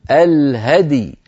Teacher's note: نسكن الدال ونقلقلها ثم نسكن الياء